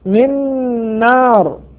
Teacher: نون ساكنة جاء بعدها حرف النون حكمها إضغام بغنة لوقوع النون بعد النون الساكنة.